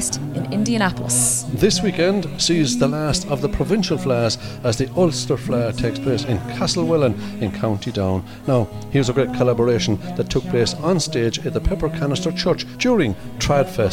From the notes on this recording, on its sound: Temple Bar Tradfest live from The Oliver St. John Gogarty.